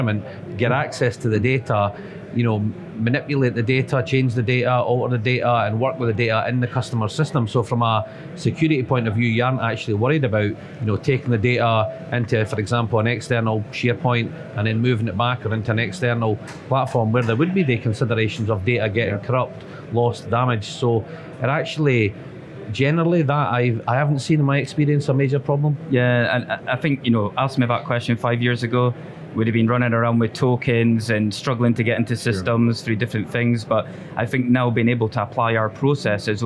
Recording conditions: busy venue